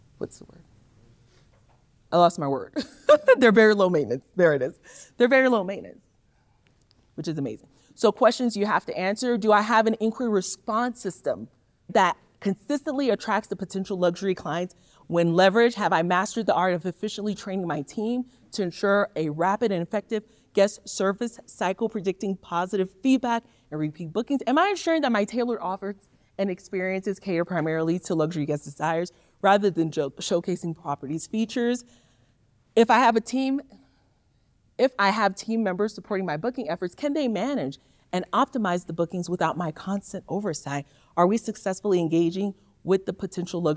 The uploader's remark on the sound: Step into the heart of the Midterm Rental Wealth Retreat. Taking you back to the live event. Share in the audience’s journeys with the introductory goal-voicing exercise.